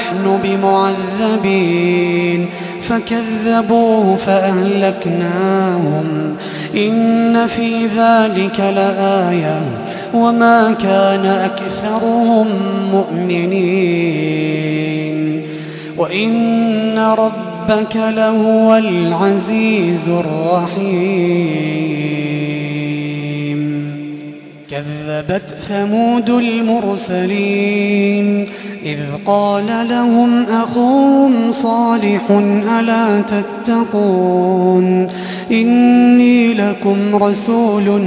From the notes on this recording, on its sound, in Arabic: تسجيلات من صلاة التراويح لشهر رمضان عام 2016.